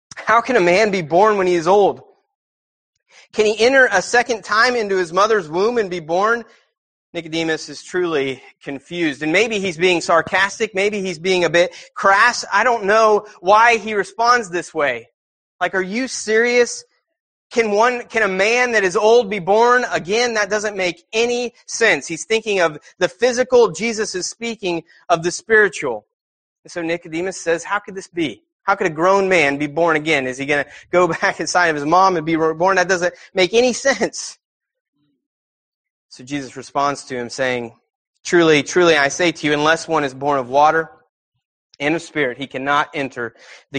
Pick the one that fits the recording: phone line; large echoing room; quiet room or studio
large echoing room